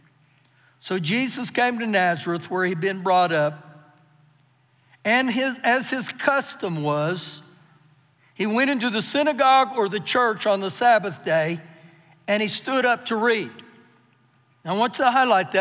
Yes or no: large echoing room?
yes